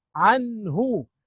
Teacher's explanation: نون ساكنة مظهرة قبل الهاء المضمومة